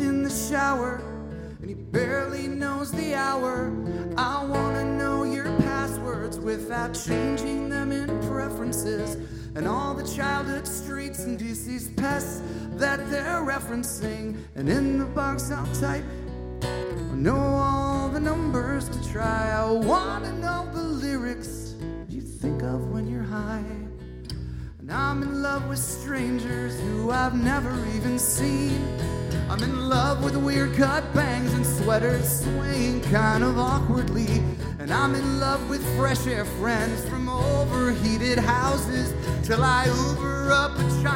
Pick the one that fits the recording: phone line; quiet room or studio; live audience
live audience